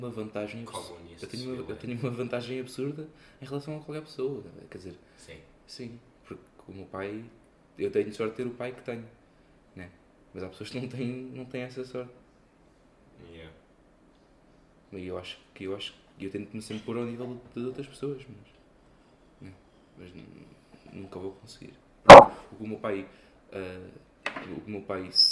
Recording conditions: background noise